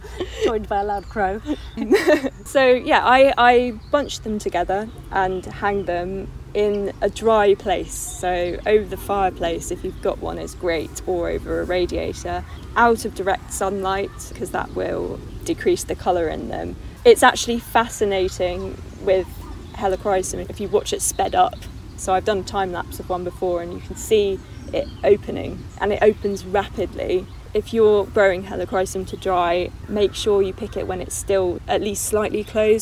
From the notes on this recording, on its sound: Recorded at the Adhust Estate Allotment in Hampshire